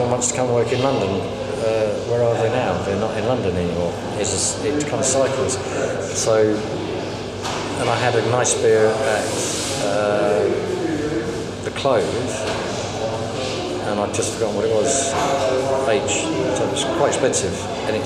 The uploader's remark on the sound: This episode was recorded in a working restaurant ahead of a busy service, so please bare with the background noise.